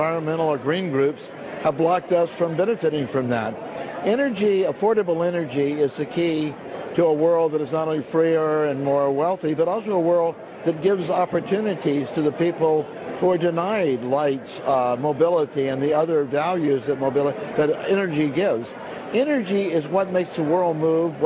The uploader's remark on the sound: Energy Discussion at CPAC. Interviews attendees at the Conservative Political Action Conference (CPAC).